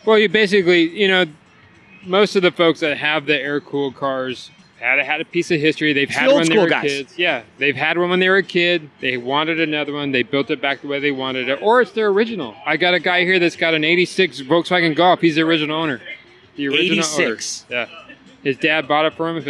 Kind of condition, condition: setting, busy venue